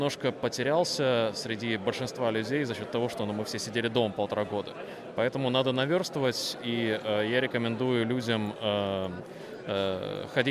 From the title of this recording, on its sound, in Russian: Репортаж с игровой конференции DevGAMM